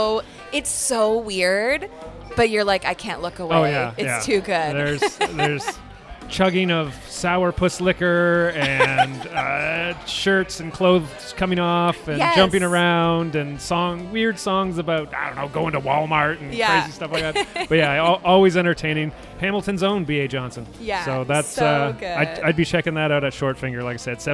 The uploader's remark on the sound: go live from AOK Craft Beer + Arcade Bar in Downtown Kitchener